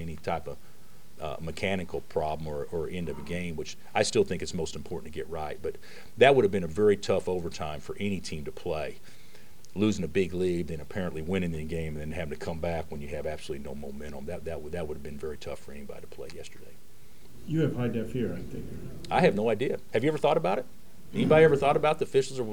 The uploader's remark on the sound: Press Conferences & Post-Game Interviews